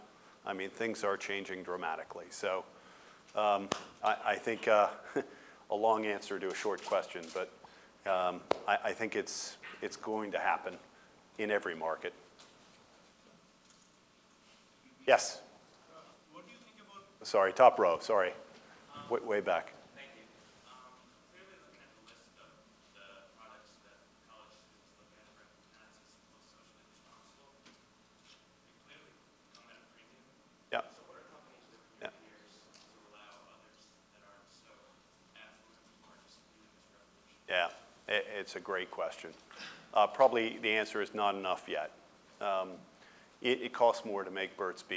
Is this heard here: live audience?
yes